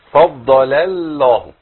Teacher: خطا برضه لانه جاب اللام الاولى من اسم الجلاله مرقق